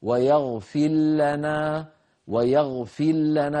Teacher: يخشى من الإدغام هكذا ويغفر لنا ويغفر لنا بإدغام الراء في اللام. هذا لم يفعله القراء إلا أبو عمرو البصري أحد القراء الأئمة السبعة، لكننا لا نقرأ من روايته.